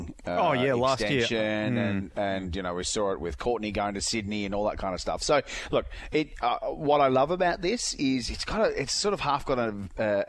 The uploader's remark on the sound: Before taking to the streets of the Gold Coast. Via phone.